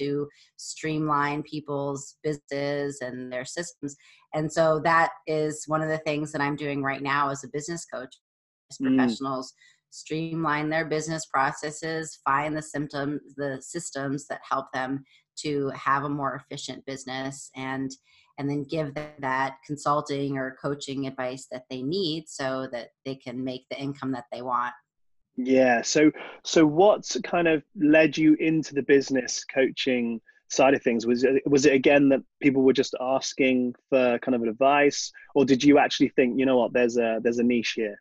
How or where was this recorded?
video call